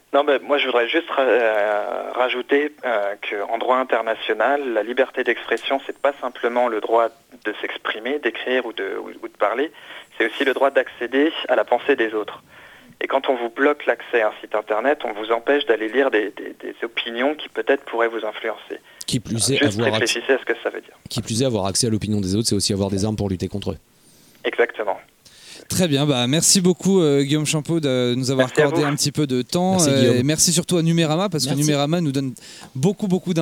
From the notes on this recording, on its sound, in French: Le Comptoir Digital sur Radio Campus Paris. Était aussi avec nous au téléphone.